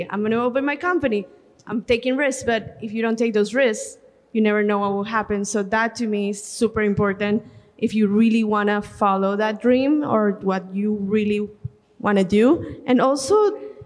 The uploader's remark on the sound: Bell Works How its WORKS Live: International Women's Day 2023. We promise that a listen to this one will feel like you were in the audience LIVE action with the whole crew. The room was PACKED!